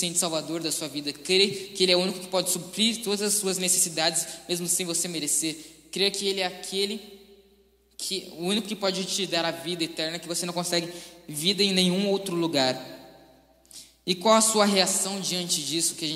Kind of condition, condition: setting, live audience